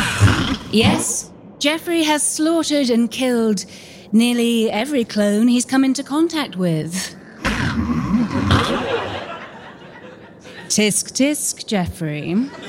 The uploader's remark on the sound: A live holiday special recorded at London Podcast Festival Presents Audio Drama!